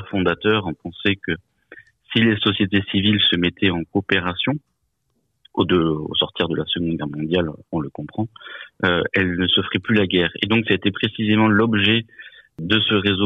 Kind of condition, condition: link, phone line